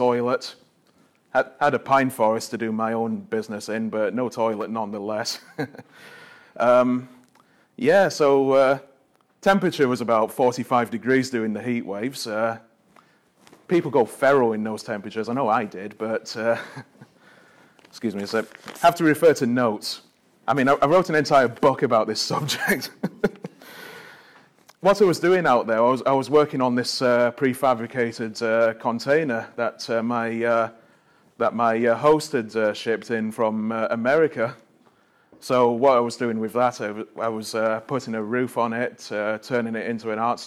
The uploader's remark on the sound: Apologies for the bad sound quality. I'm still figuring out how to use my new microphone... Recorded live at an ‘Eco-Savvy’ event at the Corrie & Sannox Village Hall in front of 40 or so people.